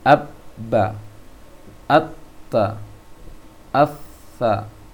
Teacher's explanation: langsung a itu masuk ke ba, nempel ke ba.